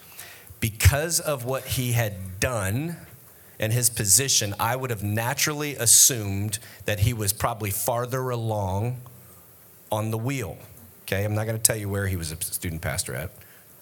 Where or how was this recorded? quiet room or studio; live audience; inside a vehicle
live audience